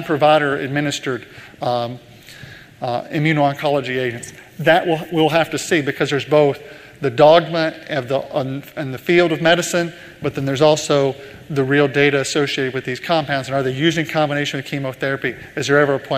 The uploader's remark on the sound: In this leadership keynote, first recorded at the 2019 PODD: Partnership Opportunities in Drug Delivery conference.